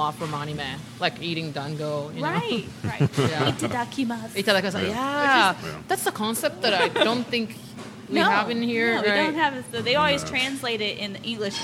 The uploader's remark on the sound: Live at Tamashii Ramen House. Authentic Okinawan ramen shop in the heart of Oklahoma.